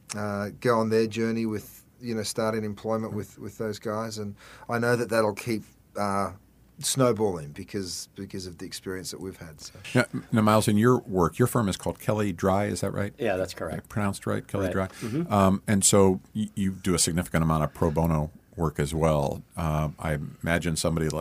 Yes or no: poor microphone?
no